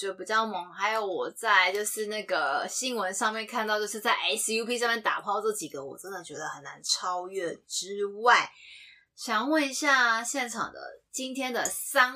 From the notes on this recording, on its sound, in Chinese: 多人錄音聲音品質較差請見諒